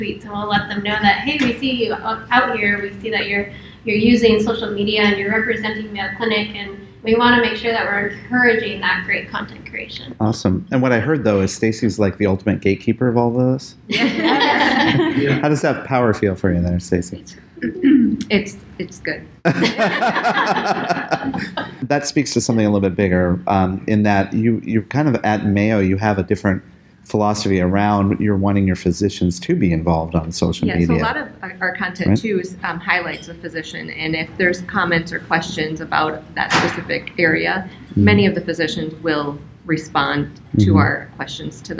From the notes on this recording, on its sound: Recorded before a live audience. At the Mayo Clinic Social Media Network Annual Conference in Rochester, MN.